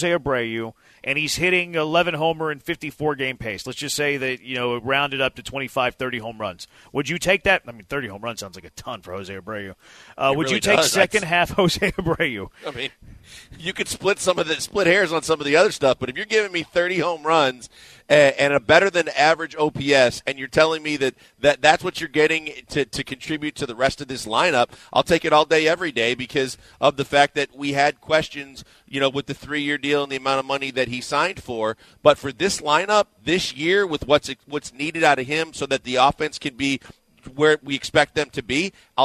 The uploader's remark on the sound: LIVE from X-Golf in Katy!